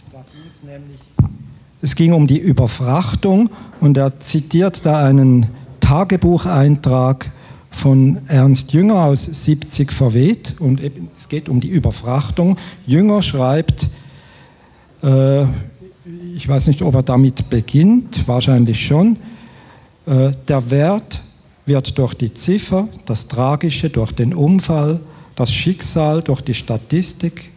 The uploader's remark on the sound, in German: Das Literarische Trio auf dem IfS-Sommerfest 2023 in Schnellroda